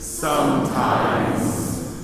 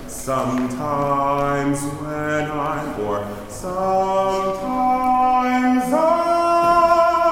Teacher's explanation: Make it a Z so it always connects to the next word well. · Term: voiced consonant